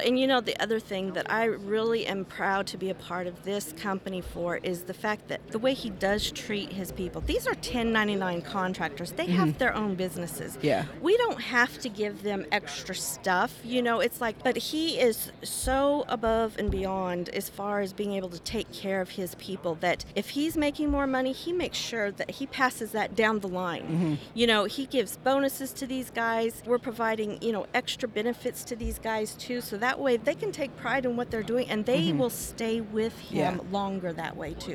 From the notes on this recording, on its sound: bringing you insights straight from the energy heartbeat at the NAPE Summit in Houston